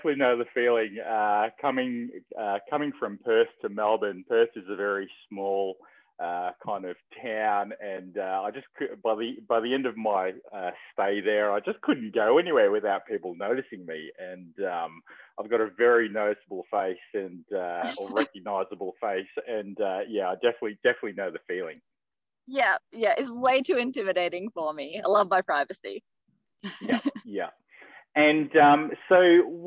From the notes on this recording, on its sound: on the phone